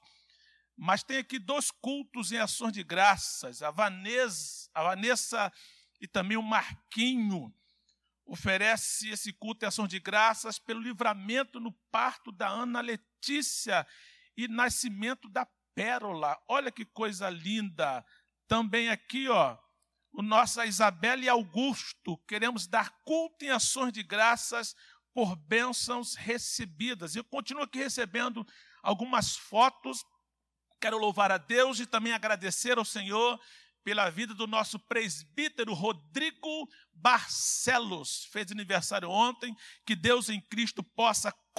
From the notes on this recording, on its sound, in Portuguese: CULTO AO VIVO – SANTA CEIA